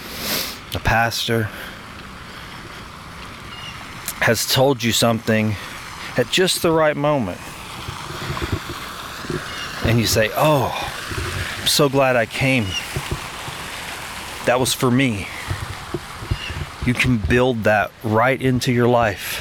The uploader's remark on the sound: I invite you to walk with me through the Grove, a local walking park—which has become a bit of a personal sanctuary—situated admist the clatter of local traffic